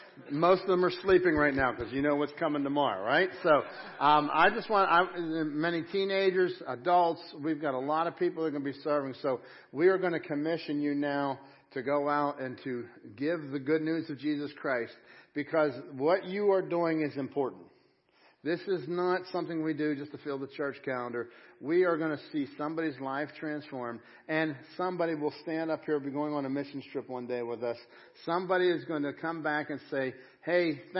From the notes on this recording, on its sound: Crossroad Ministries Live Service